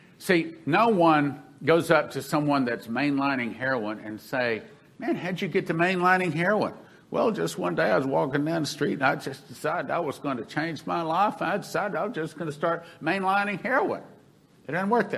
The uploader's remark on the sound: This broadcast is the audio from the Sevenfold Miracle Crusade that was held in March 2021.